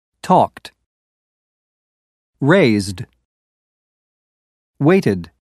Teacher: Talked ends with a t sound. Raised ends with a d sound. And waited ends with a new syllable pronounced id. · Term: ed endings